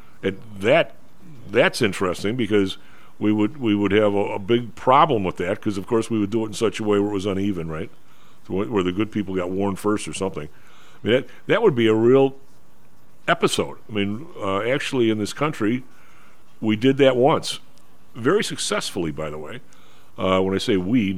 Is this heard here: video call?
no